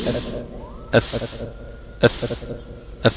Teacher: أطراف الثنايا العليا مع بطن الشفة السفلى · Term: الفاء